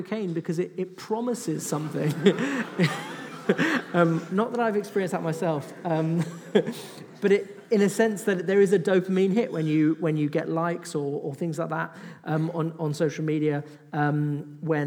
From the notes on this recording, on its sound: The Q&A session from our latest Salt Live event "The Age of Self-Obsession". Take questions from the audience.